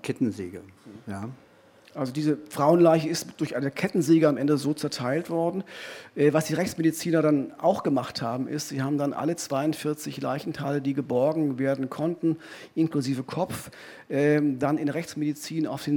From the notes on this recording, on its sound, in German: Im Visier live in Berlin.